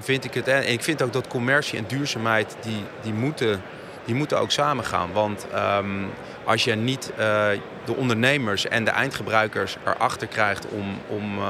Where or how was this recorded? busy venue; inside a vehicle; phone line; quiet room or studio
busy venue